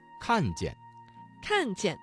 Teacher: 看见这个词中的见读成了轻声